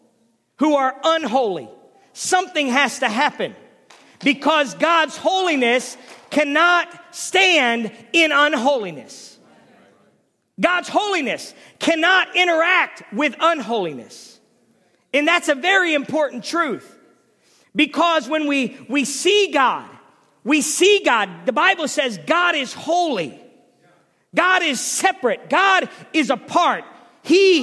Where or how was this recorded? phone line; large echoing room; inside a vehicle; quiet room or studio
large echoing room